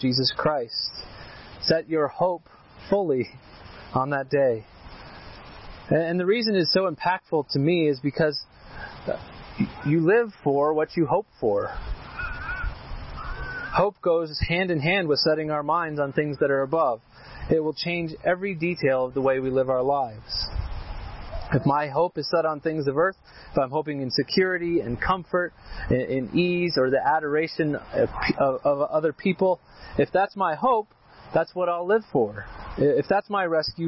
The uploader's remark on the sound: This sermon was preached at our annual outdoor worship service and picnic on the Chrystal River.